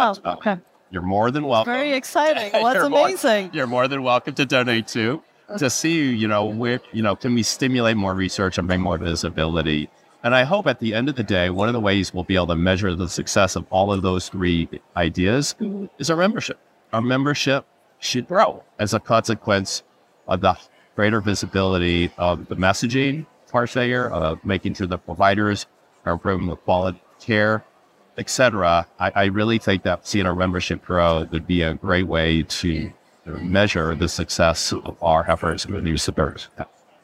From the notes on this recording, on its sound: On this episode, we bring you interviews recorded live at the HFSA Annual Scientific Meeting in early October 2023.